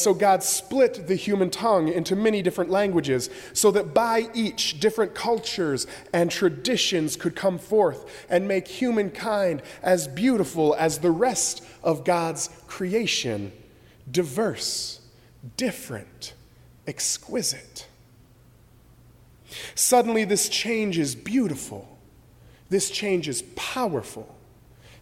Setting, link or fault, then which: setting, large echoing room